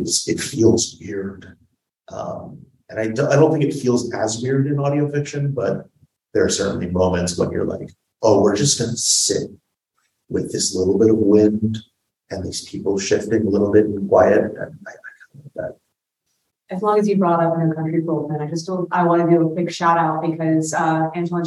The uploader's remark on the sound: University of Pittsburgh Queer Horror Week. This talk was recorded live in a classroom- so the audio is a little rougher than our usual fare.